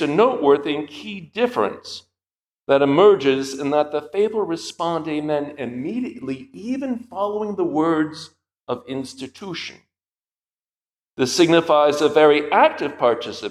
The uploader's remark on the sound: This lecture was given at the Catholic University of America on May 16, 2023 as part of the Thomistic Institute symposium titled "Toward a Fundamental Theology of the Priesthood."